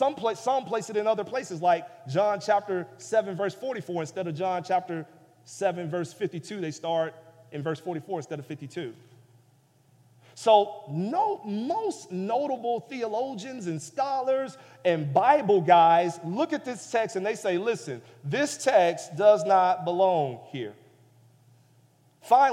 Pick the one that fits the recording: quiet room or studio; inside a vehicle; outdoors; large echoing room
large echoing room